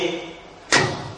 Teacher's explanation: This is the shidda, and then the breath released, and this is the hams. So releasing the breath after stopping the sound gives the letter of ta its identity. The sound is stopped, and then we make it qalqala, we make vibration.